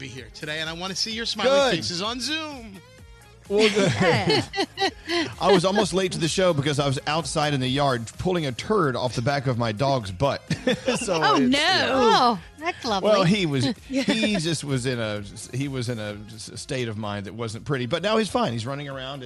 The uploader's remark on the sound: called in to be the first caller and kicked off the show.